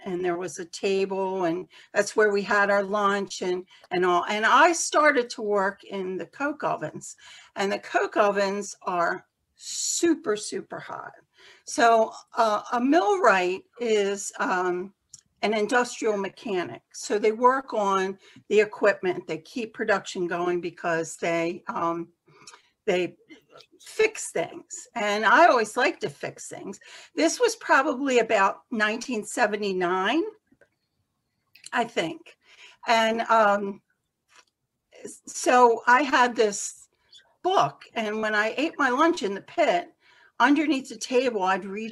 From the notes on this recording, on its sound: This one-hour Zoom discussion.